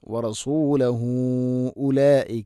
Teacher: നാലോ അഞ്ചോ ഹർക്കത്ത് വരെ നീട്ടാവുന്ന മദ്ദാണ് വറസൂലഹു ഉലൈക. ഹ ഉ ദമീറിന് ശേഷം ഹംസ വരുമ്പോഴുണ്ടാവുന്ന മദ്ദാണത്.